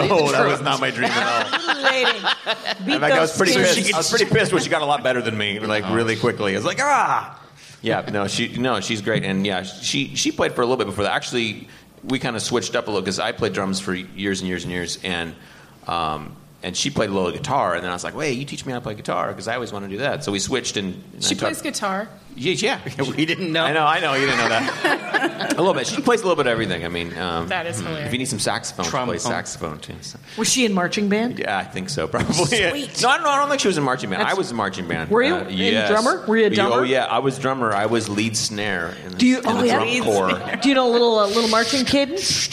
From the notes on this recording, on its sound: This is the second LIVE Dork Forest taped in Seattle, before a live audience.